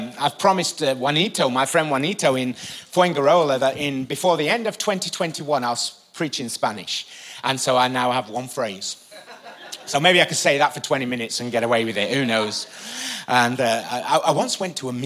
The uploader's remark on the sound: Recorded live at the Chesterfield Campus this is the message from the evening service on the 29th September 19.